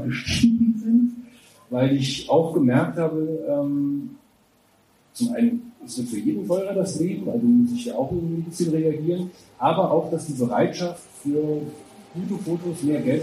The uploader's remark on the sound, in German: Livemitschnitt der Netzwerkveranstaltung Content und Crémant. Sprachen wir im schönen Jules Verne in Saarbrücken.